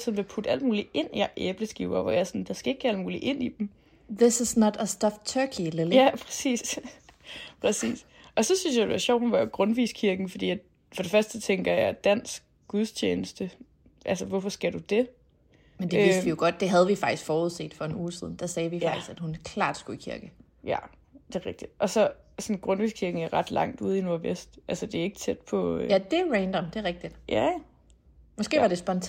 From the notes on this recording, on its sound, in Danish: Så selvom vi begge var sneede mere eller mindre inde og ikke kunne mødes fysisk, har vi bikset en lille podcast sammen til jer optaget på memo-appen på vores telefon.